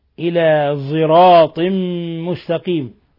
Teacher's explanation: بإشمام الصاد صوت الزاي